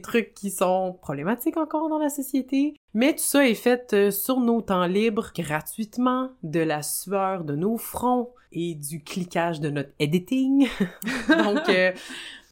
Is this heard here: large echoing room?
no